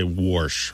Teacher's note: well-respected people of all types who have this intrusive R and say warsh or wash